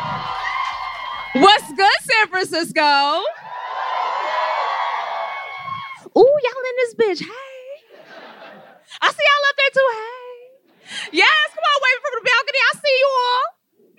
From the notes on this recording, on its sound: Scam Goddess Live in San Francisco. Scam Goddess Live at Sketchfest 2024. In the sold-out Cobb’s Comedy Club.